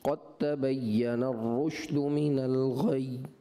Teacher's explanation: جب وقف میں شد حرف آتا ہے تو اس میں تھوڑی سی تاخیر کرتے ہیں تاکہ شد کی جو تاخیر ہے دو حرفوں کی وہ ادا ہو جائے